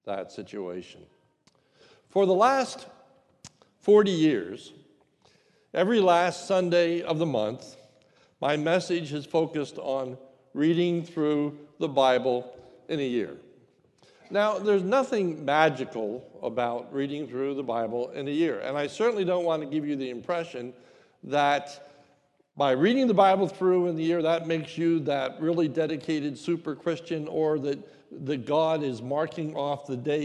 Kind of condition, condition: setting, large echoing room